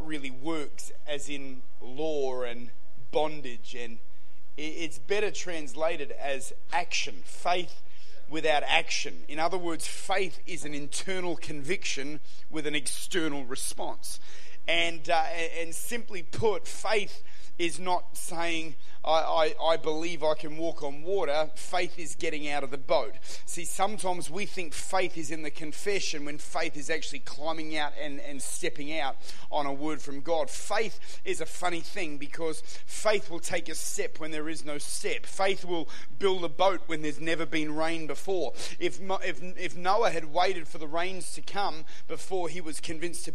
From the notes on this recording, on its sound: Recorded at Lifepoint Church